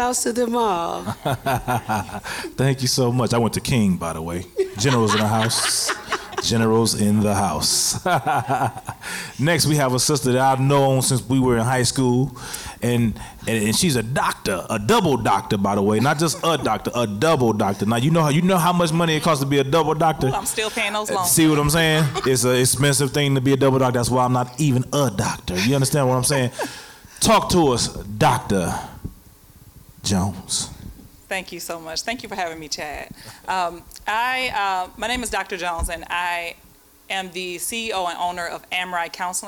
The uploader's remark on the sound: This episode was recorded live. Amplifier is filmed and recorded in front of a live audience at the Radio Milwaukee studios in Milwaukee, Wisconsin.